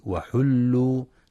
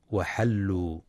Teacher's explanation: وينتبه في كلمة وحل لضم الحاء وعدم فتحها · Shown in: first take · فلا يقرأ وحل.